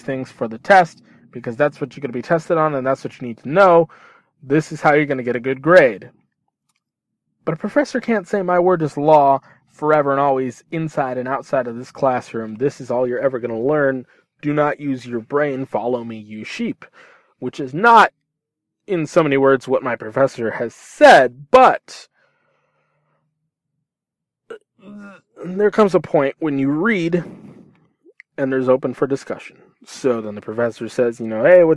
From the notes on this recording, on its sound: From my car, to your ears.